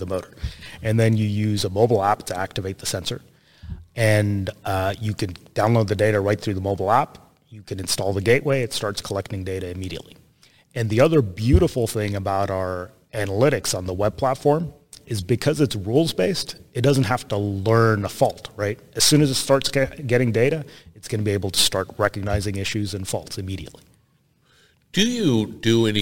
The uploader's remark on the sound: Industrial Talk is onsite at Hexagon LIVE